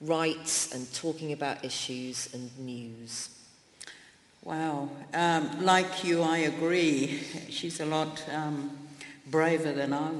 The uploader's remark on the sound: live from WOW - Women of the World Festival at the Royal Festival Hall in London